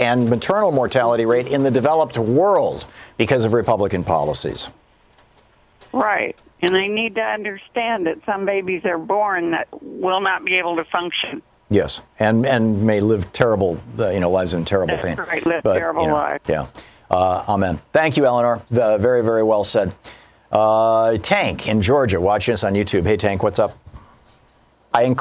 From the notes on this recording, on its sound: takes listener calls